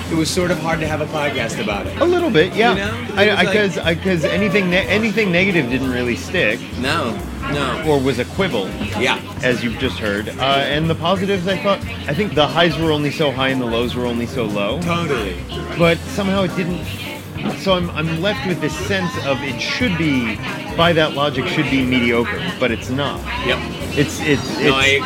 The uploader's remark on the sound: Recorded at Hugo's Tacos in Studio City, CA.